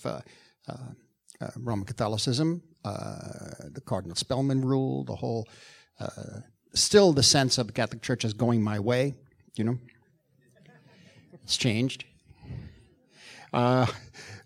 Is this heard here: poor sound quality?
no